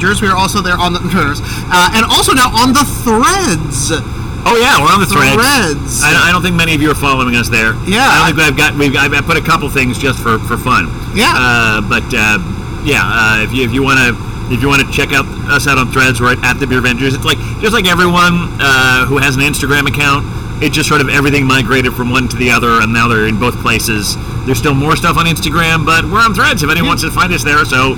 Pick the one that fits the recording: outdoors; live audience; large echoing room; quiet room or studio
outdoors